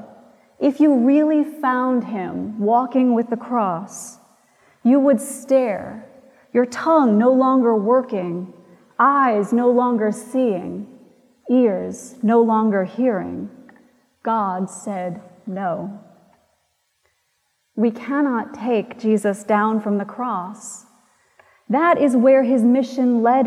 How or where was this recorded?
large echoing room